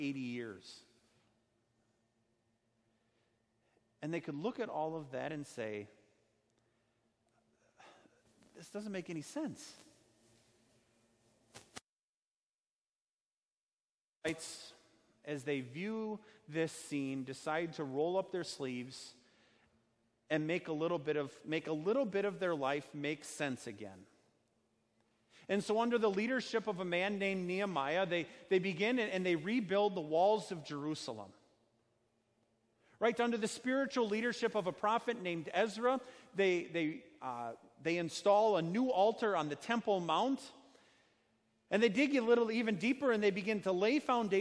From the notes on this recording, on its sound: A sermon based on Haggai 1:1-11 preached at Our Savior Lutheran Church in Birmingham, AL, on Sunday, August 11th, 2019.